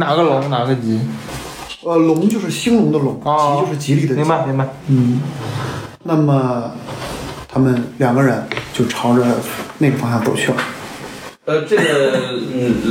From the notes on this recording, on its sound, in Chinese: 因为这次跑团时录制的设备并不专业，再加上环境和大家散座的位置，音质会比较差，调试之后改善不大。